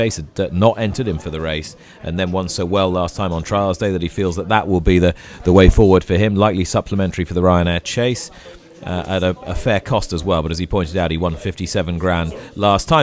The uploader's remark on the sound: From the Hollow Bottom pub in Guiting Power, Glos, from the Cheltenham Handicap Weights launch.